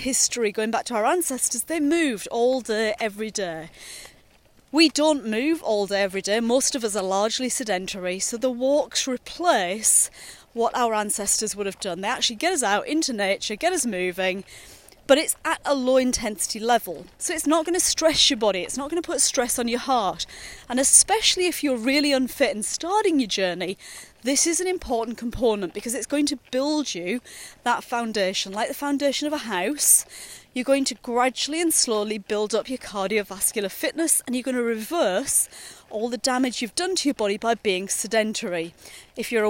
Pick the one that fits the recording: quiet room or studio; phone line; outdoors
outdoors